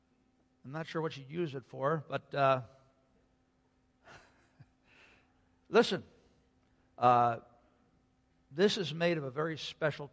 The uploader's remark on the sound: Sunday Worship Service - Audio